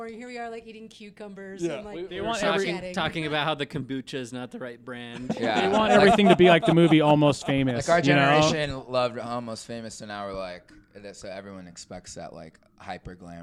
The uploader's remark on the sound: Today's episode is a bonus episode recorded at the LoveLoud Fest. At the LoveLoud Festival in Orem, Utah.